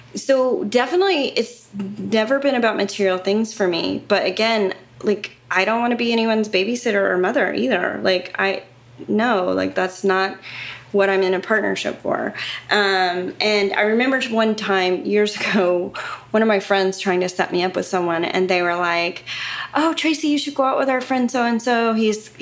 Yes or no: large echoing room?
no